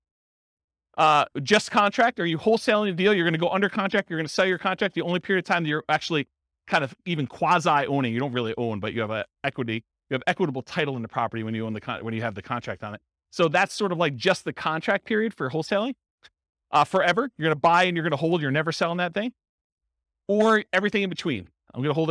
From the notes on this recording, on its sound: This was a live class recorded